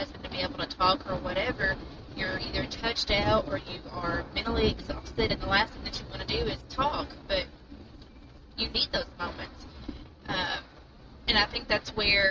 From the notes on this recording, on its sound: Sorry for the road noise but GOD put it on us to start this. We went with it and followed no plan.